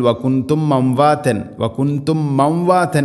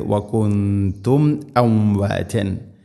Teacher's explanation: മീം സാക്കിനയ്ക്ക് ശേഷം ഹംസ ഇവിടെ കൃത്യമായിട്ട് വെളിവാക്കി ഉച്ചരിക്കണം · Shown in: second take · പാരായണത്തിൽ വകുന്തും മംവാതൻ, വകുന്തും മംവാതൻ എന്ന് പറയരുത്, വകുന്തും അംവാതൻ.